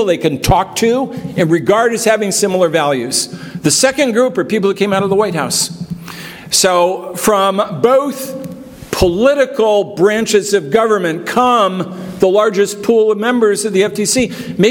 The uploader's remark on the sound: This episode is from the Keynote Speech of the Gray Center’s October 14 conference